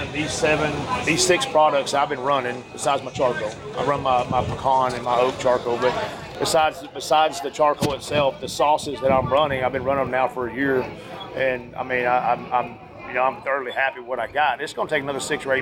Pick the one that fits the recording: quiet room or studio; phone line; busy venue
busy venue